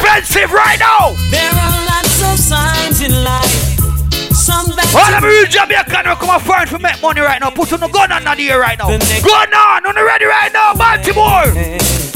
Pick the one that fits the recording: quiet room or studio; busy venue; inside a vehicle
busy venue